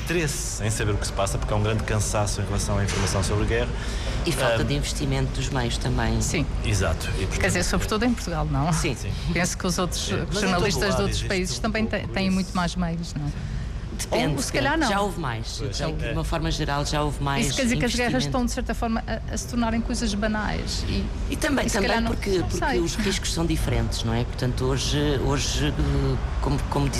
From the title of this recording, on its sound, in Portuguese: Entrevista em direto do Festival Literário da Madeira